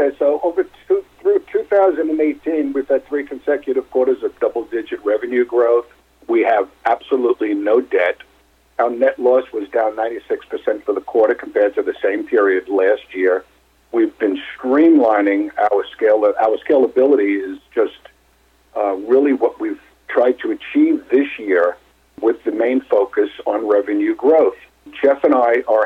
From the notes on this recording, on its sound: called in to SmallCapVoice